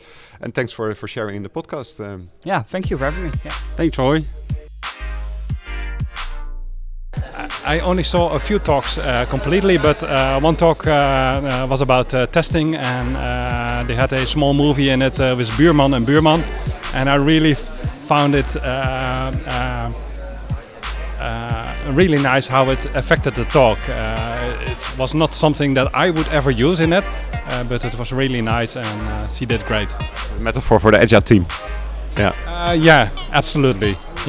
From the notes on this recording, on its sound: Spaces Summit 2019. We share quotes from the audience with you. We set-up our mobile studio equipment the best we could, but as we were at this great location, you might hear some background noise and disturbance.